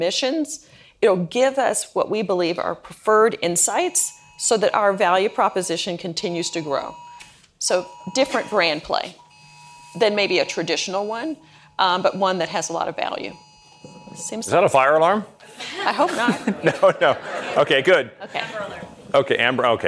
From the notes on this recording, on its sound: Recorded in front of an audience of marketers at 2022's Deloitte University's Next Generation Academy in Westlake, Texas.